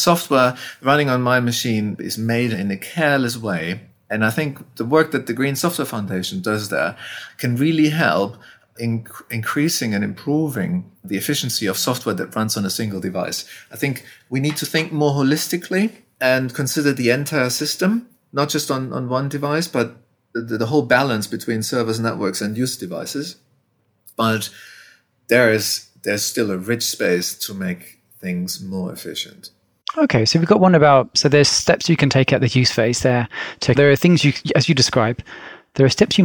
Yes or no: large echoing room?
no